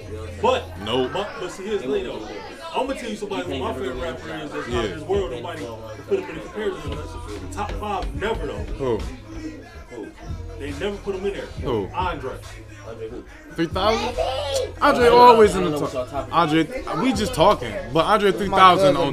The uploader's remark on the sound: This is what happens when you try to record a podcast during the begging of a party.